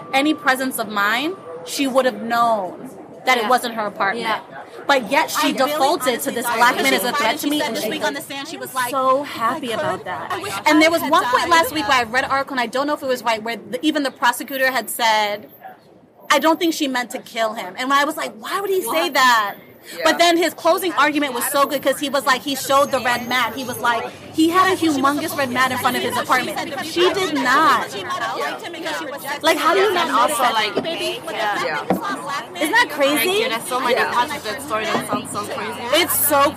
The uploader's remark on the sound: This talk is recorded in a café in Harlem. We are sitting outside, next to a busy street. I decided to publish this conversation, even if the background sounds try to overtake.